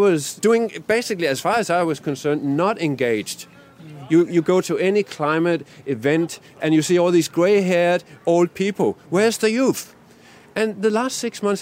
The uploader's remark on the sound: on the side of the Sustainable Living Festival